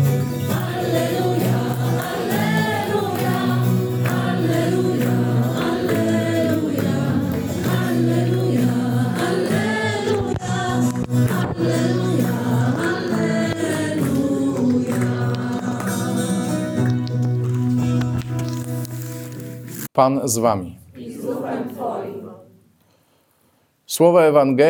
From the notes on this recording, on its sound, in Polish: Liturgii Słowa nagranej w Bojanie podczas spotkania Koinonii